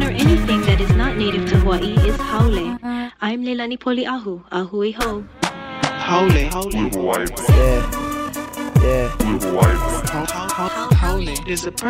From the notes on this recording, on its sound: we spoke by phone